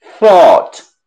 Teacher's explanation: una O bien clara, hacia atrás. Thought, hay que levantar la parte de atrás hacia arriba.